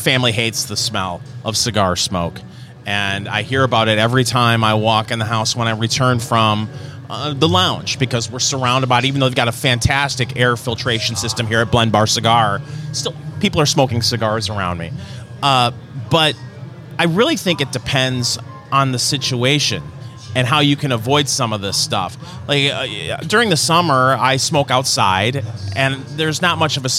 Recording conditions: busy venue